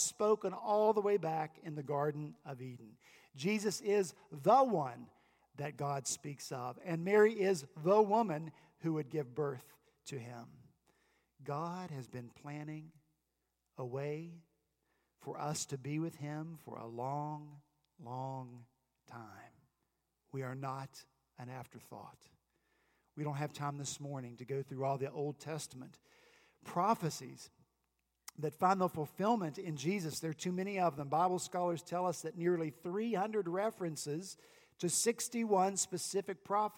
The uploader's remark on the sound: At Redeemer Presbyterian Church in Charleston, SC, our youth and children helped lead us in worship. The youth and children told the Christmas Story. Our senior pastor wrapped up their pageant with a short sermon about rejoicing in the prophecy.